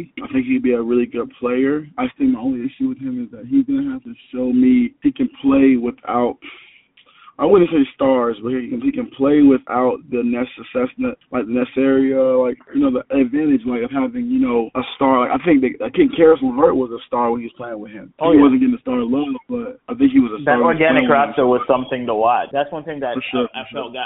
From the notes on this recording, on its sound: A snippet of a phone call